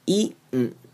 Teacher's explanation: 的声音，我们会念成 z， likethis。Snails, OK.好，接下来是看 eaten 这个字。Eaten 呢，后面的 T-E-N 呢，我会念成嗯，把 T 都变不见喽，所以我们会念成 eaten。有没有发现 T 也没有发出来，N 的声音也没有，单纯用一个嗯的声音念过去